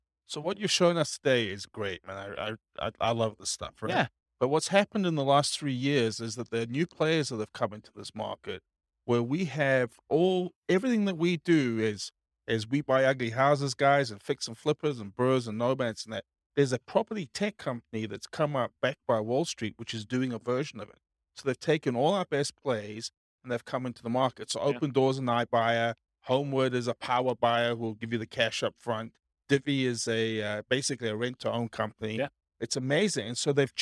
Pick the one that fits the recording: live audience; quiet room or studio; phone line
live audience